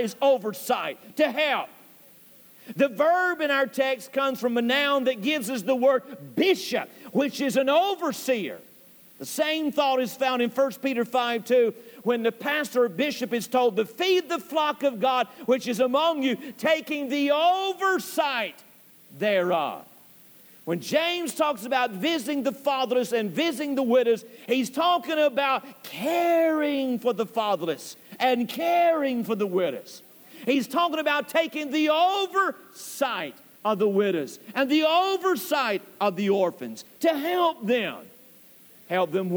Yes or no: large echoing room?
yes